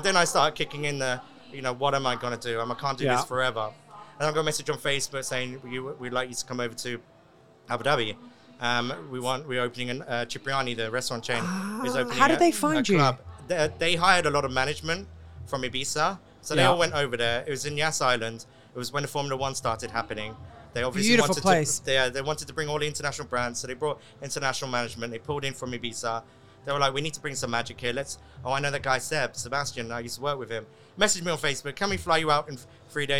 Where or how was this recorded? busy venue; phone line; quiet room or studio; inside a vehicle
busy venue